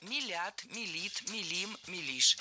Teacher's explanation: Ударение в этом слове всегда стоит за корнем, а корень остается безударным. · Term: ударение за корнем